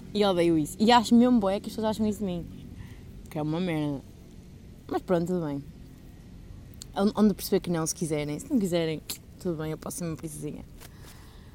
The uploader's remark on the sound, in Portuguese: Peço perdão pelo barulho de fundo